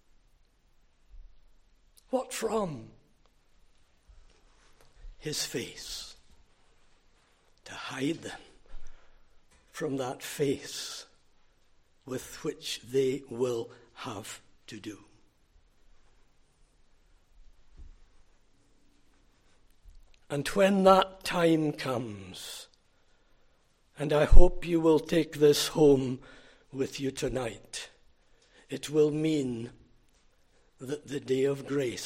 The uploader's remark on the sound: Recorded at North Harris Free Church on the evening of Sunday, 23 June 2023.